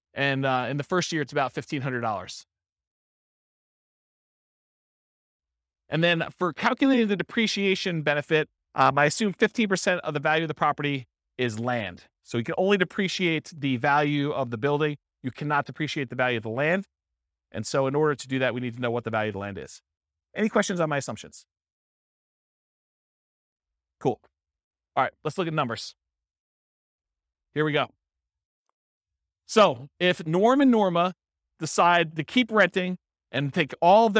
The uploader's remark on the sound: This was a live class recorded